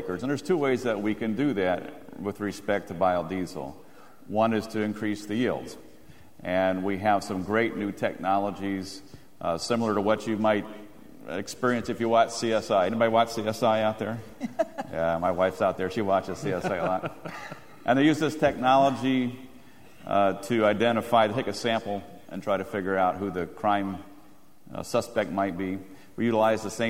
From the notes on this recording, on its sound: The closing general session of the 2008 National Biodiesel Conference featured a panel discussion.